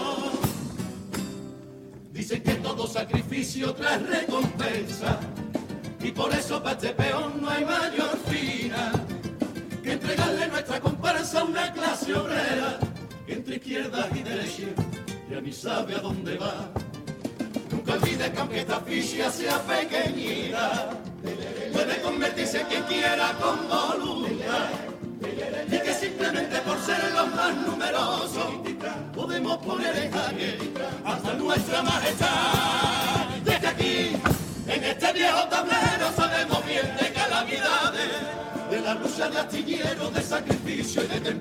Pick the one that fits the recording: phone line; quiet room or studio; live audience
live audience